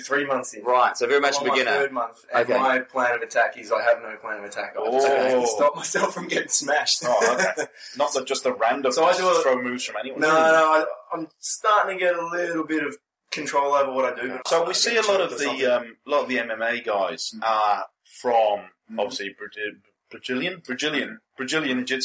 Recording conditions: poor sound quality